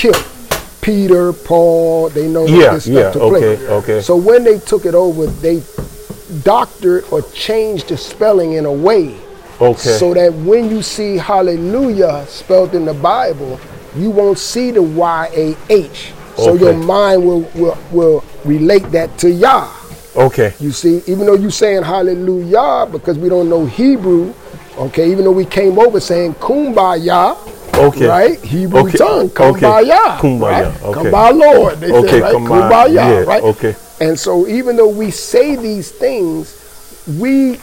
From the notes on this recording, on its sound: Interview was extemporaneously done, per background noise.